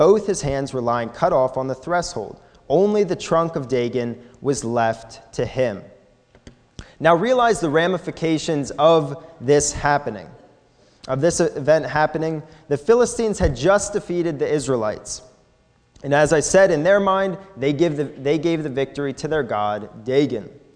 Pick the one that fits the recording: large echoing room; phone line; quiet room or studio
large echoing room